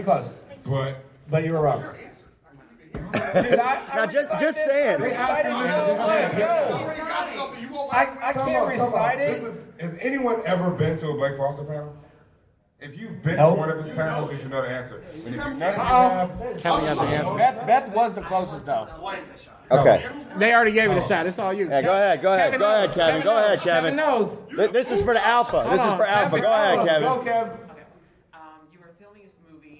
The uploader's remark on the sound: Power Rangers Movie Panel Live from 2017 Lexington Comic Con.